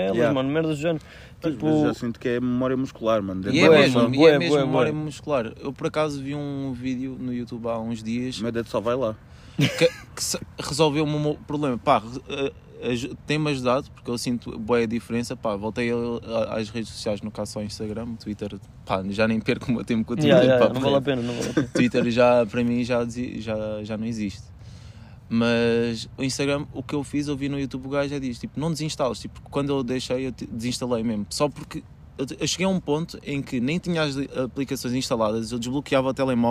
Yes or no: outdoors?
yes